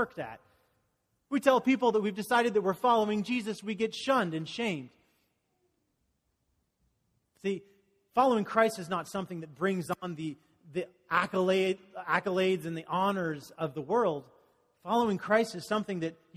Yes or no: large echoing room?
yes